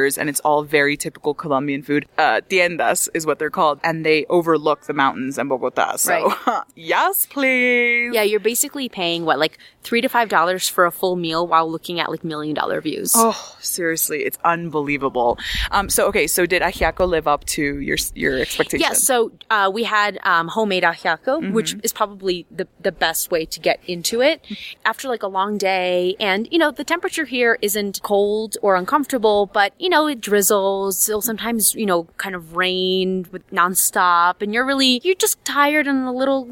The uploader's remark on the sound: they record this episode on top of a mountain in Bogota